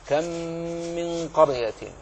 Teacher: ميم ساكنة جاءت بعدها ميم أخرى فيدغم